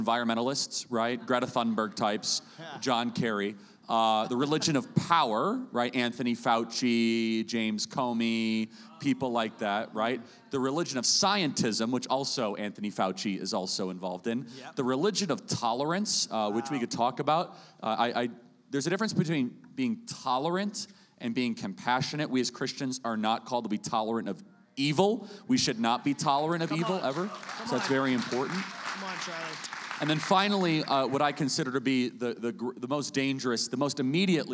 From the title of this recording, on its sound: Live in SLC